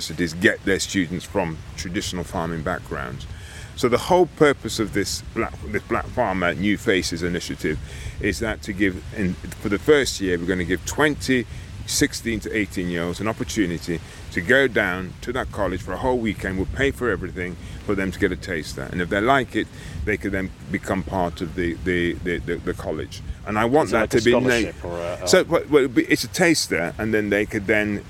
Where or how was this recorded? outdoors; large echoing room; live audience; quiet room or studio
outdoors